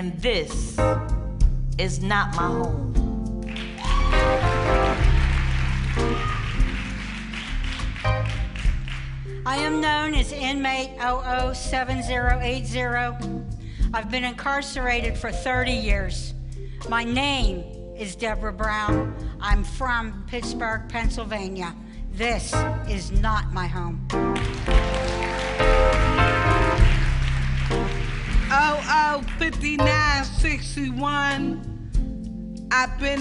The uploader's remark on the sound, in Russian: Записанное на независимом мероприятии TEDx, проходившем в городской тюрьме Манси.